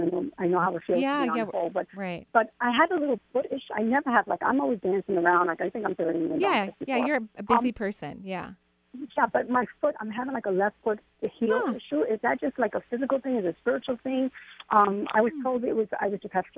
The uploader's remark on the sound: Enjoy a call-in show today.